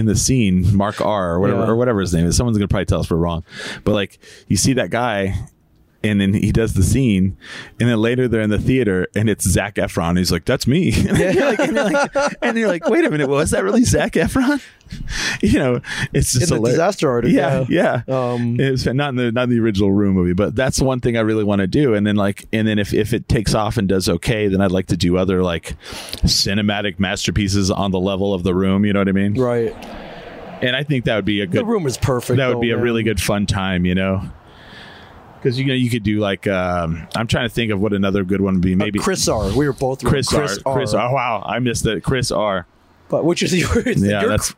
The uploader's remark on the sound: Recorded at Castle Coffee